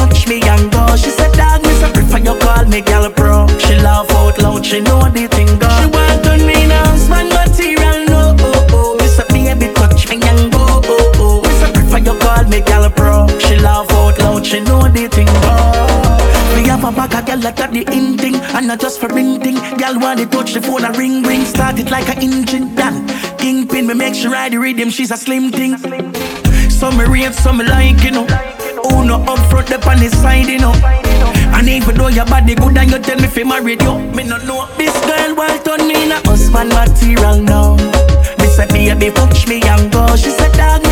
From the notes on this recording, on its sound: Raw Live DJ Set performed by myself in the beautiful Republic Bar, in Accra, Ghana. The fact that it's Open Air brings an awesome energy.